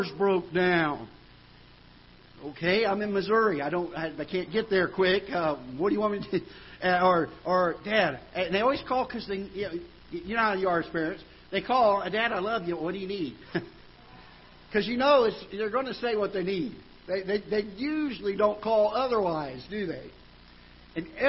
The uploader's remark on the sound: Ketha Heights Baptist Church ~ Live Broadcast